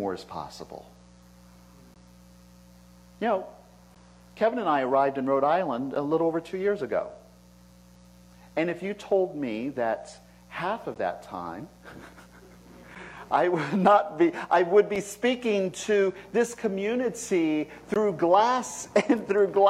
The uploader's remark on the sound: This message was delivered at Concordia Center for Spiritual Living